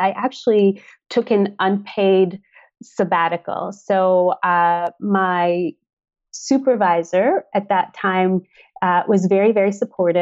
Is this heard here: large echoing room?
no